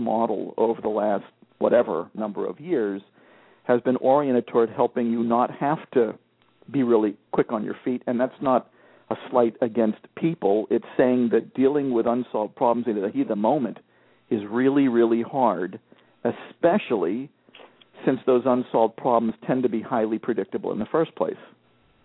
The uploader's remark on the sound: The Parents Panel -- along with a caller